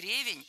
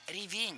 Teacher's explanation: Начальная форма не ревень, а ревень. Ударение в этом слове падает на второй слог. · Shown in: second take